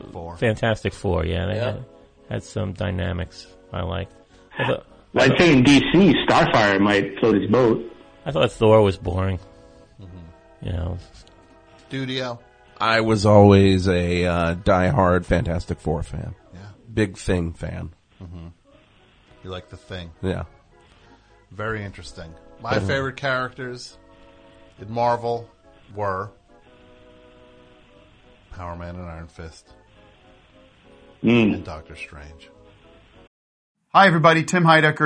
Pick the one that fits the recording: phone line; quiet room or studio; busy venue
phone line